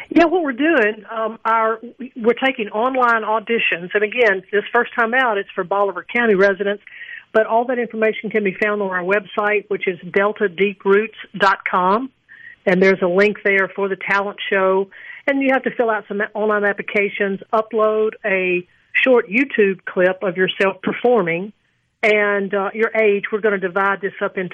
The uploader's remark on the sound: Joins the conversation by phone.